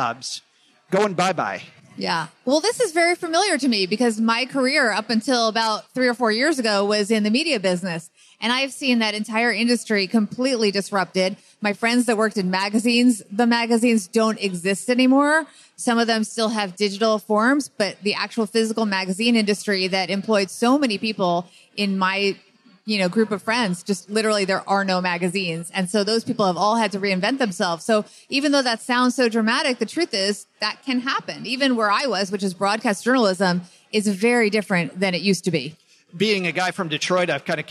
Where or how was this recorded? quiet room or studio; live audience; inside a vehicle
live audience